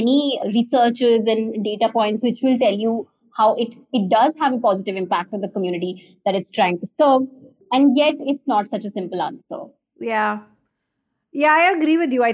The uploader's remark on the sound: This conversation was recorded over Zoom.